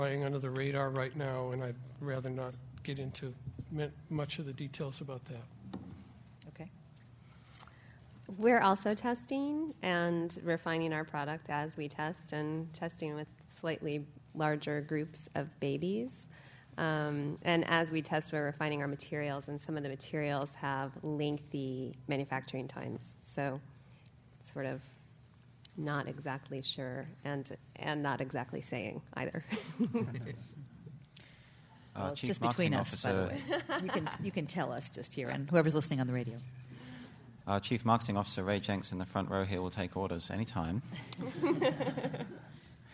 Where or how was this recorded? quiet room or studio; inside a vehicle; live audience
live audience